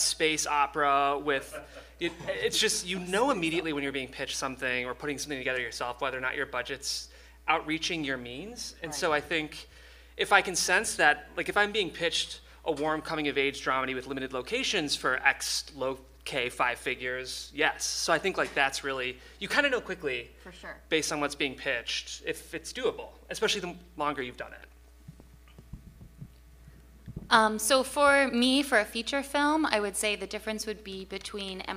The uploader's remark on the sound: Comic Con LA Panel